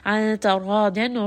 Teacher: Ra here is heavy. Dad is heavy.